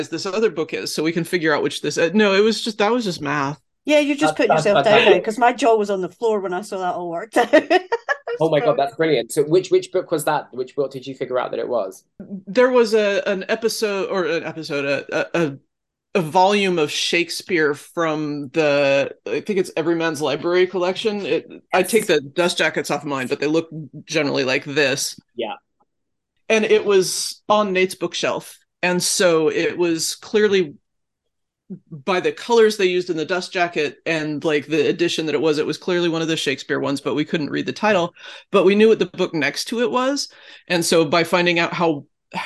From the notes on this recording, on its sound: sit down (via zoom) and chat